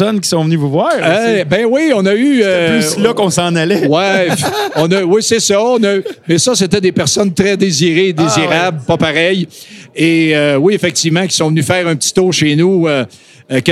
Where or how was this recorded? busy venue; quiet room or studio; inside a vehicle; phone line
busy venue